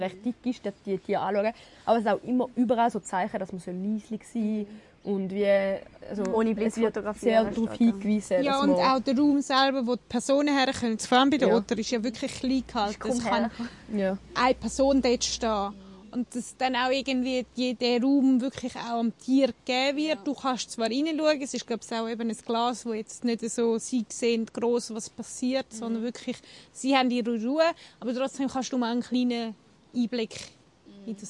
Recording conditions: outdoors